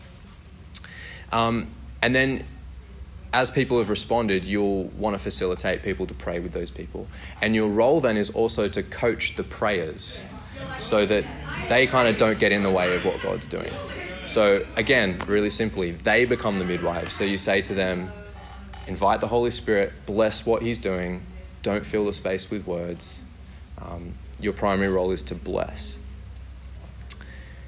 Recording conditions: live audience